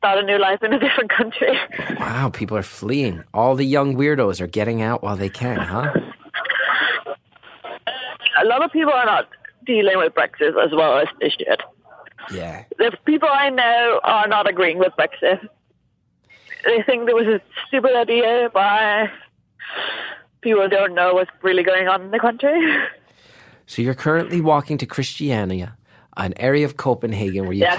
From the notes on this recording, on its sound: Freetown Christiania is an area in Copenhagen where there are no laws and anarchy rules. This week’s caller is walking there.